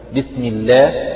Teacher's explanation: اللام مرققة من لفظ الجلالة لأنها سبقت بكسر